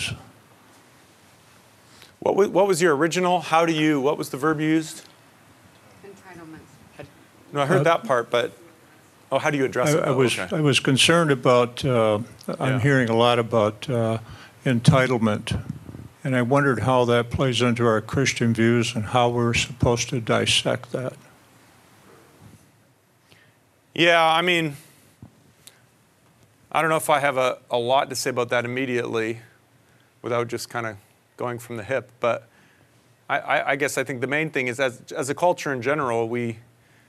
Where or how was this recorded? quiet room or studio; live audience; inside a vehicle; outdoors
live audience